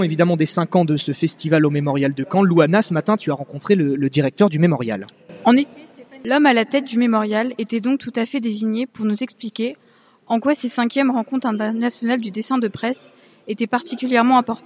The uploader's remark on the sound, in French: Emission réalisée en direct du mémorial de Caen le 11 septembre pour les rencontres du dessin de presse